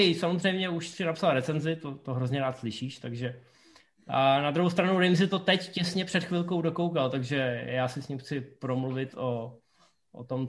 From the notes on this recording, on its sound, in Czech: díle opět zoomujeme, tak uvidíme, jak dlouho nám to v roce 2021 vydrží.